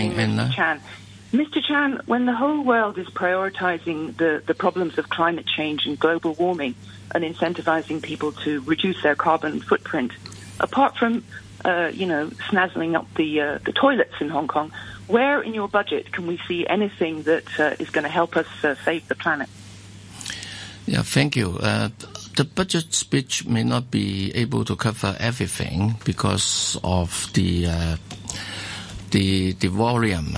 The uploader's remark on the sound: Phone-in